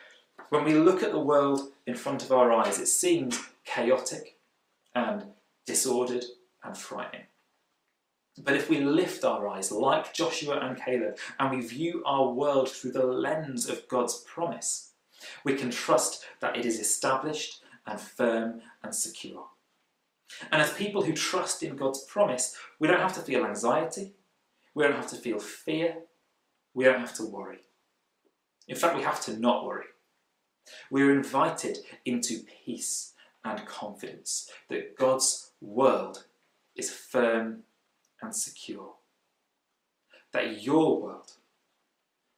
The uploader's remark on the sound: Recorded at freedomcentre church, Preston on Sunday 21st June 2020